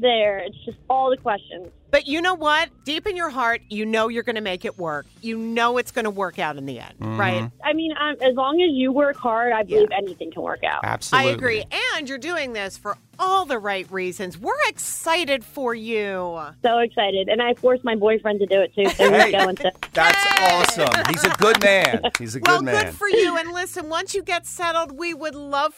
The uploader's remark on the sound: Listeners call in to share their leap of faith stories on this Leap Day!